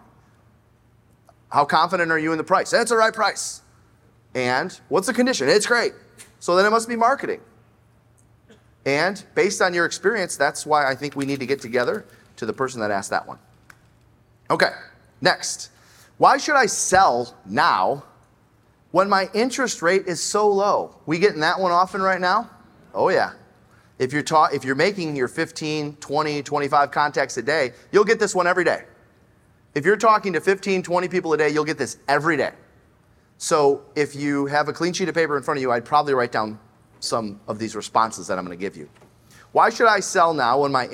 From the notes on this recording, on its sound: Join us live on stage. Every year, the Glover U audience has the opportunity to "stump the chump".